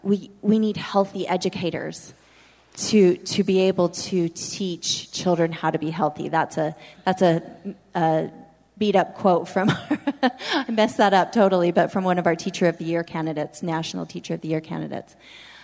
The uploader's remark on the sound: We're live from the Utah Charter Network Symposium.